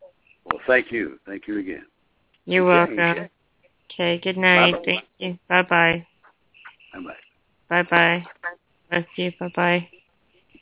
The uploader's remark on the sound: Bible Study via conference call